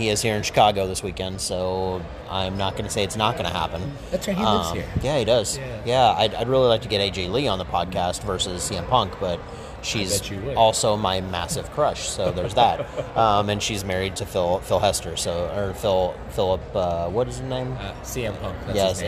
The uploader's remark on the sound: It’s recorded in the lobby of the Hyatt in Chicago during C2E2 so the audio is a bit loud around us.